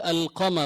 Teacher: ما بتضغم اللام بالقاف، تقول القمر، لذلك تسمى اللام القمرية